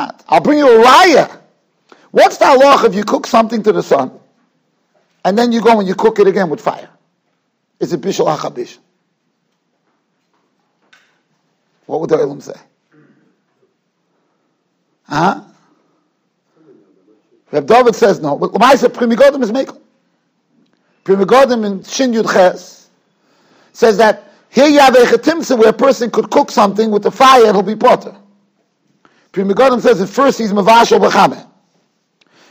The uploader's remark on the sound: Shiur recorded in Yeshivas Ohr Reuven, Monsey, NY.